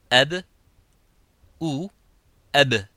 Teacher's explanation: le son du ba se termine par la fermeture des lèvres